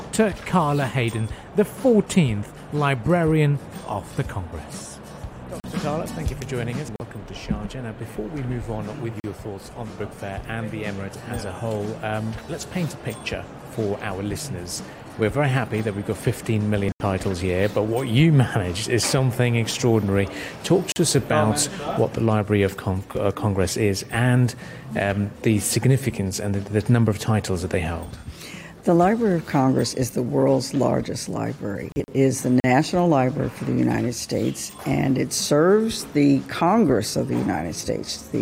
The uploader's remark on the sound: Pulse 95 Live from SIBF 21